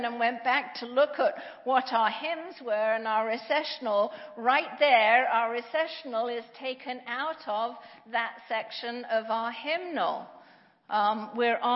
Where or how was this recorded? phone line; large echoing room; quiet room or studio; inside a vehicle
large echoing room